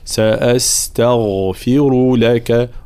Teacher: لابد من ترقيق التاء وتفخيم الغين مع عطاء الغين حقها من الرخاوة والجهر